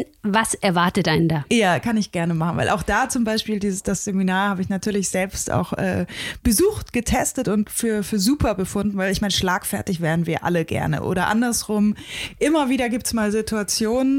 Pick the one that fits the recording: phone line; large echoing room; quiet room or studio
quiet room or studio